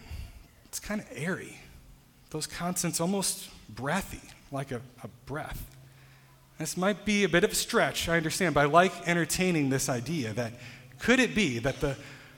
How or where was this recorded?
large echoing room